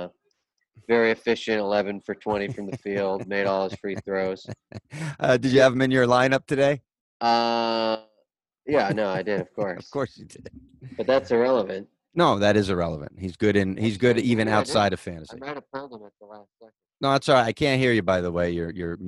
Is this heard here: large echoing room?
no